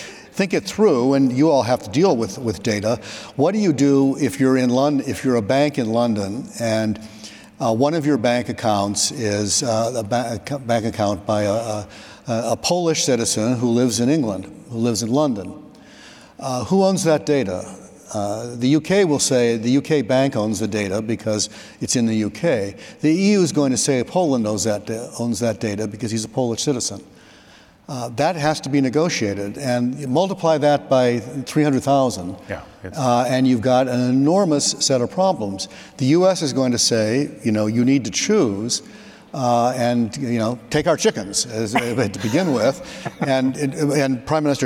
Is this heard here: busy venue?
yes